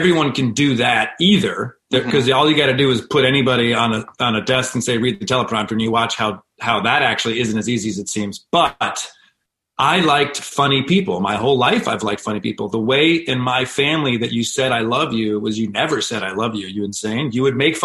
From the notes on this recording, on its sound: joined me over Zoom